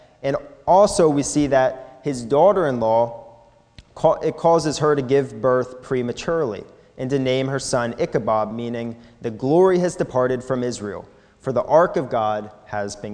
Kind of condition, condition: setting, large echoing room